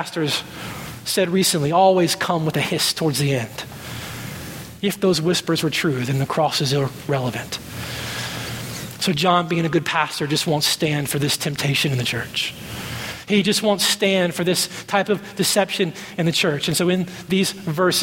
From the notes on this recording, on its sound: at Redemption Hill Church on Sunday, May 6th, 2012